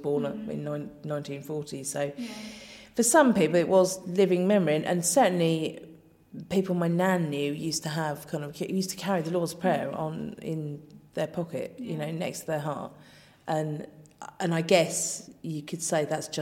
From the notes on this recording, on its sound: This week the team are recording from the crypt at the Assembly House